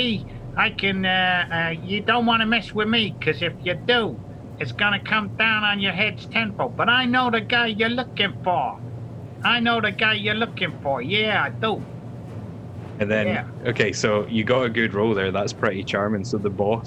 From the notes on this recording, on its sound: We suffered a few technical issues on this episode, but you'll manage.